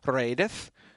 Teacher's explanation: the first E is long and the second E is short, and it just sounds like eth instead of eighth